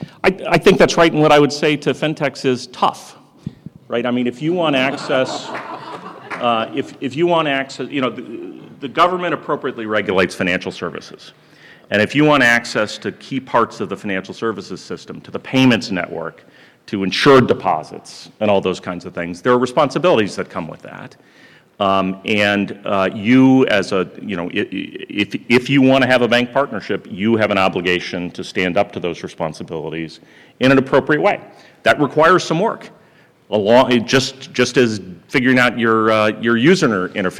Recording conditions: live audience